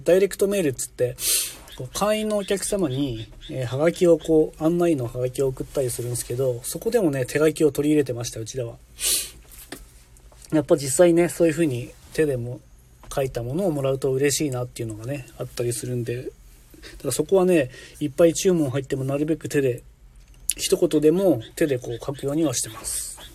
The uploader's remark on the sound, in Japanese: LIVE〜軽トラの中から10分だけ〜